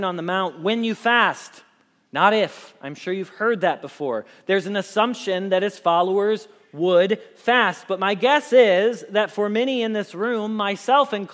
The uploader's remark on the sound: Message Preached at Valley Creek Church